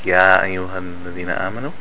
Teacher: Ya comes from the middle of the tongue.